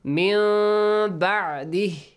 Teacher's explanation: It means changing noon sakin sound into a hidden meme sound. Which means actually the ikhfa of meme sakin. · Term: Iqlab